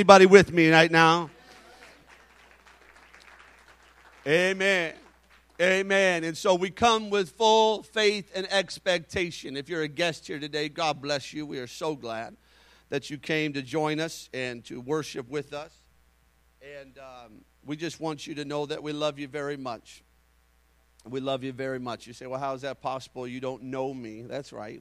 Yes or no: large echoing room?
yes